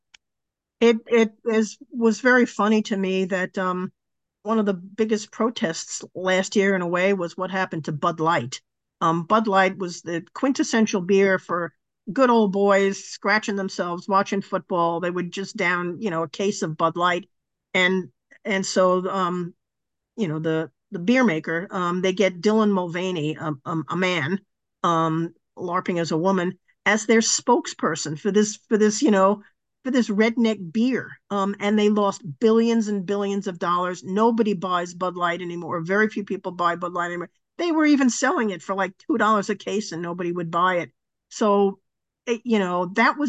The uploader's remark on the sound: A live webinar on Sunday 28th Jan at 10am UK time.